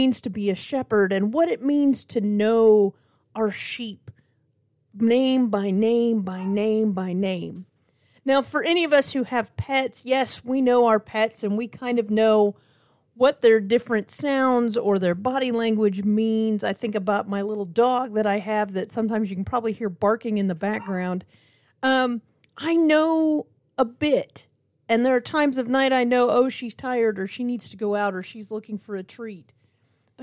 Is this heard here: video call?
no